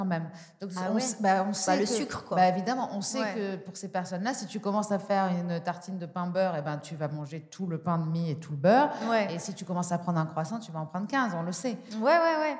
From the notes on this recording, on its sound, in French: Cette semaine nous sommes en LIVE à la Villa Yora. Enregistré en public pour la première fois.